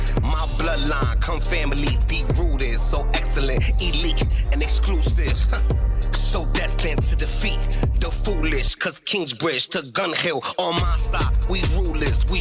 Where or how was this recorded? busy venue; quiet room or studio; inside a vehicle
busy venue